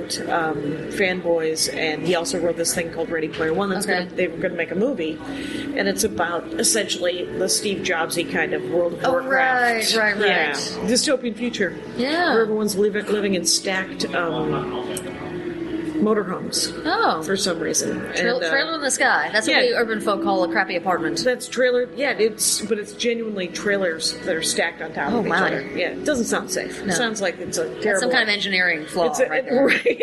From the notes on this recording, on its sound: We have dinner in Brooklyn (Japanese). So, you get to hear more restaurant noise!